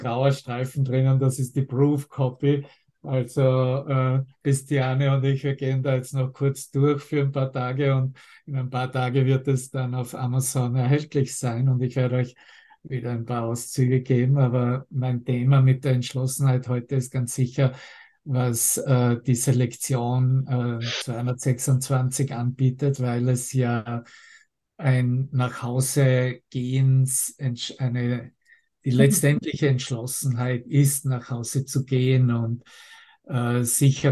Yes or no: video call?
yes